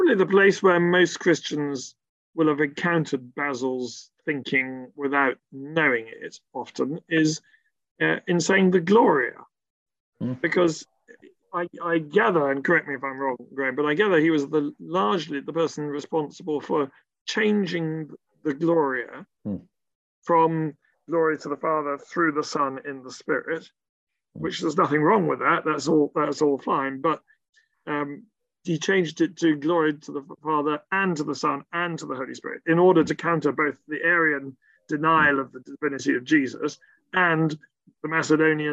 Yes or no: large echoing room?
no